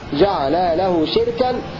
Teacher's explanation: وقرأ نافع وشعبة مسكوت عنهما جعل له شركا بكسر الشين وإسكان الراء وتنوين الكاف من غير همز